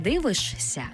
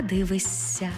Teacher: Шиплячі приголосні перед свистячими під їхнім впливом змінюються на відповідні їм свистячі. · Shown in: second take